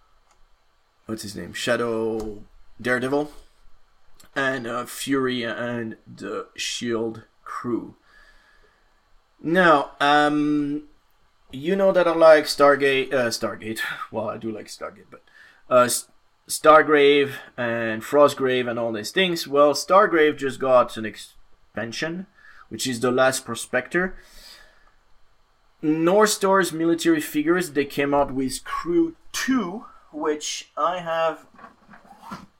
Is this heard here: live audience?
no